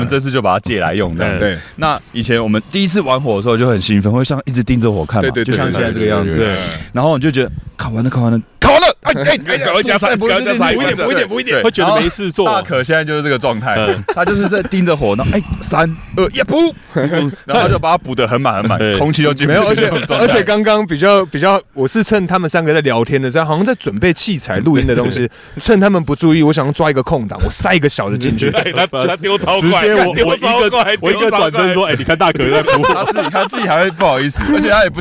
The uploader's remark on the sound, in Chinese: 這次我們嘗試在野外露營+錄音但沒有露出。並且在大自然的薰陶中跟大家分享我們的旅程。